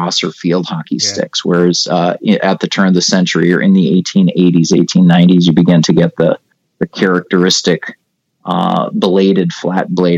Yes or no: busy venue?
no